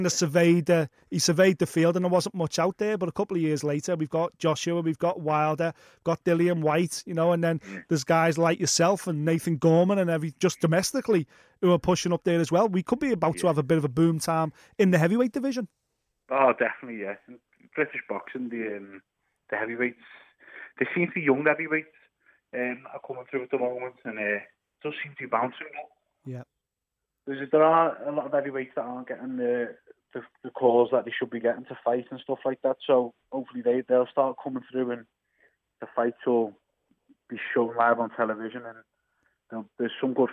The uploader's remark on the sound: jump on the phone